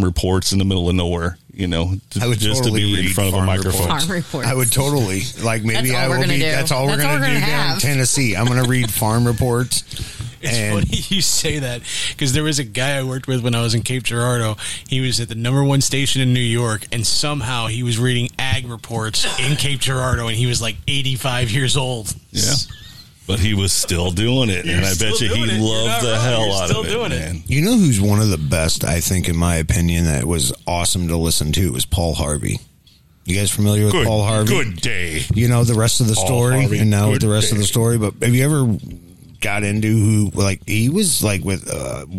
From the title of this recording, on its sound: Live from Pop's